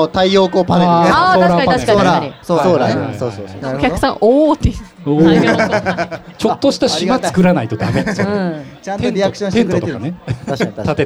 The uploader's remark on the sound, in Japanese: ついに、初のリアル公開収録を、逗子海岸海の家「シーサイドリビング」さんをお借りしてやってきました！ガチオフラインははじめてだし、海の家という環境で収録するのもはじめてだったので。